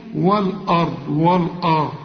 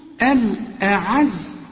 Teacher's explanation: الراء والضاد مفخمة، لكن هنا العين والزين مرققين